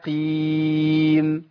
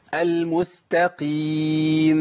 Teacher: انا عملت رخاوة، زودت الصوت وعملت غنة مبالغ فيها · Shown in: second take